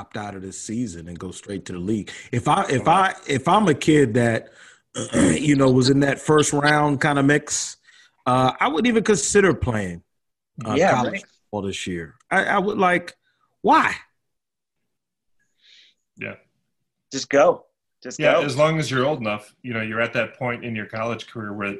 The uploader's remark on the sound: connect via ZOOM for the first time